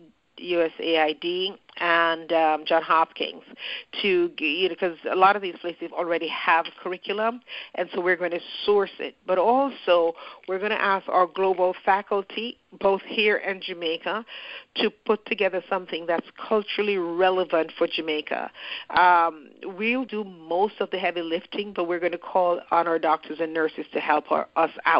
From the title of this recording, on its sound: Footprints Foundation Global Educator Conference Call